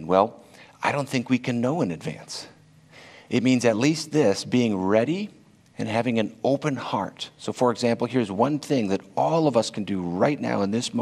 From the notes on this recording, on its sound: This talk was originally delivered at Karam Forum 2021